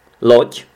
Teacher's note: Loď, což se píše z dě, ale čte se to jako tě.